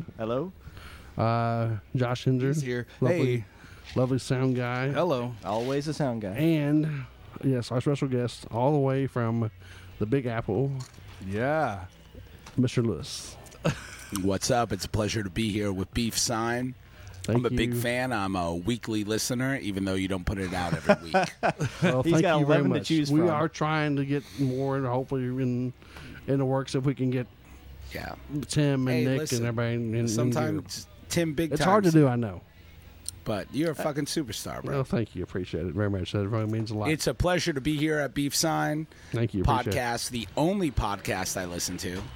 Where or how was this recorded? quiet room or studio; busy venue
busy venue